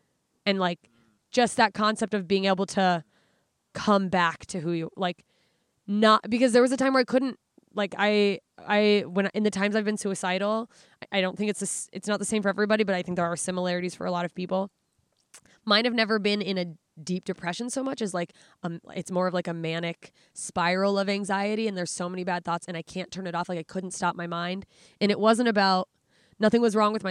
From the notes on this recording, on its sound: Recorded live from beautiful Debs Regional Park in Los Angeles, CA.